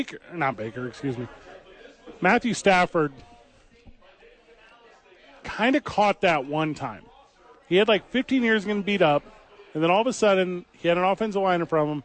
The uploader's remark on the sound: live from Howies